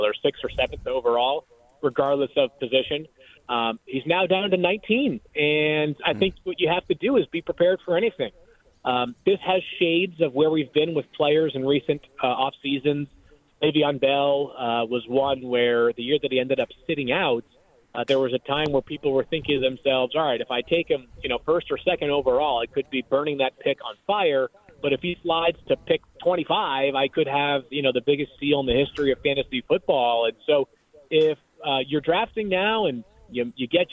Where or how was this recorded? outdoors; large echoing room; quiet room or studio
outdoors